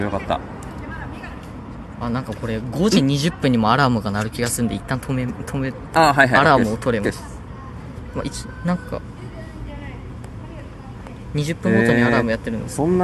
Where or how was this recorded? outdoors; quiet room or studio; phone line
outdoors